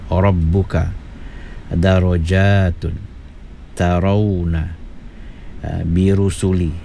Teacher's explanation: Dalam keadaan ini huruf ra kena dibaca tafkhim ataupun tebal.